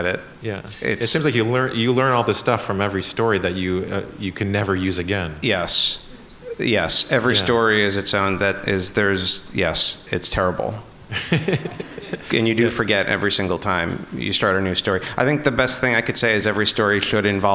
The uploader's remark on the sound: The Truth was live at On Air Fest in March 2020, with a performance of “The Hilly Earth Society” followed by a Q&A.